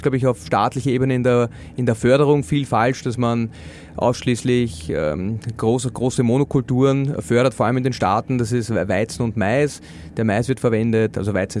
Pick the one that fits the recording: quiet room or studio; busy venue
busy venue